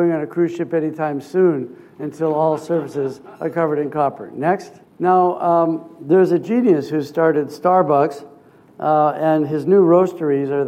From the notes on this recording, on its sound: This episode features the second part of a keynote speech. At the Prospectors and Developers Association of Canada (PDAC) conference in Toronto.